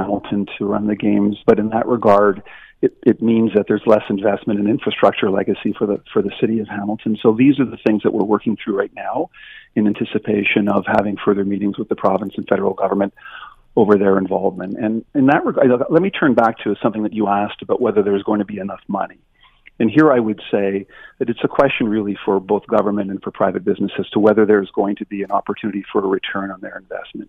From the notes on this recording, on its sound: opens the phone lines to hear your take on this